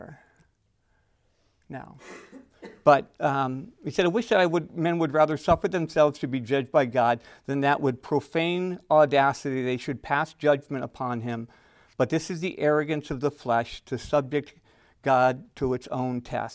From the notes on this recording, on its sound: Recorded at Emmaus Church in Buford, GA